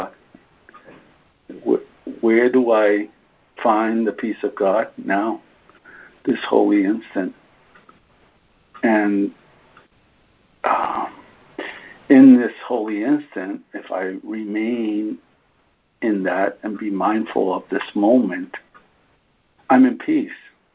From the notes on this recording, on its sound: ACIM Daily Conference Call